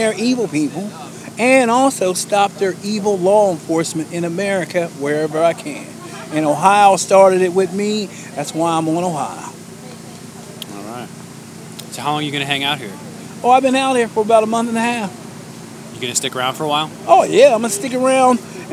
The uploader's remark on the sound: Live from Occupy Wall St. Zuccotti Park.